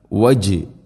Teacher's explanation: ജീമിനെ ഖൽഖല ചെയ്യണം, അവിടെ സുക്കൂനാണ്. വജ് ജീം ശരിക്കും കേൾക്കണം.